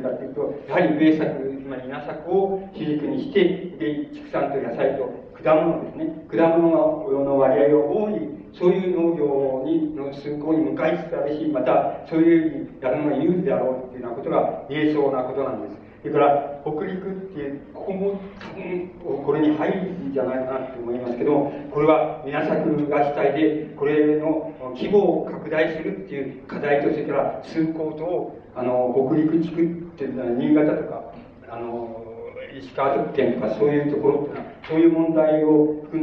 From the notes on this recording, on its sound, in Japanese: 場所：長岡市北越銀行ホール。音源は主催者提供だが、 客席から録音されたもの。